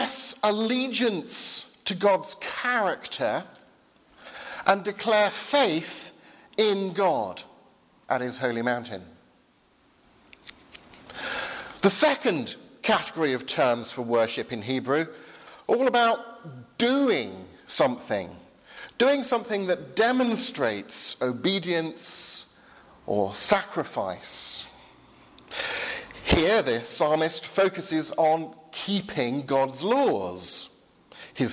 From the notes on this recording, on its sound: Sermon from Highfield Church Southampton, 11 am service, 1st October 2017.